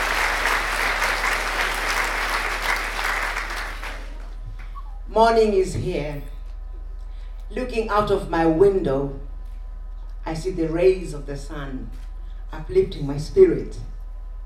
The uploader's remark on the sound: performing at the FiLiA Conference 2019